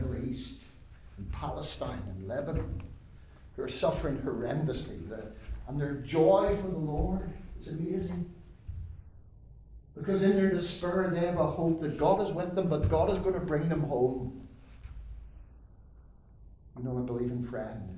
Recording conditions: large echoing room